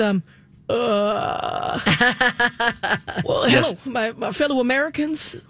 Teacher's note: there's a little bit of vocal fry in between, and he's waiting on the next thing that he's going to say.